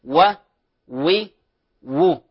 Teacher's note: الواو غير المدية تخرج من الشفتين و و و ويغلب فيها عمل الشفتين.